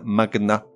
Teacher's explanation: certains mots se prononcent avec le G séparé du N